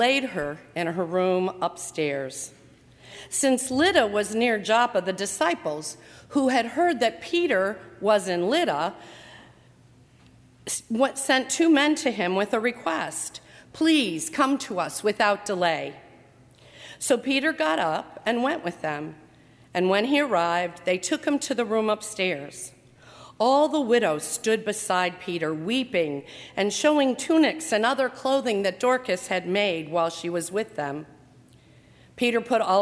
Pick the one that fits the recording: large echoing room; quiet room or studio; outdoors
large echoing room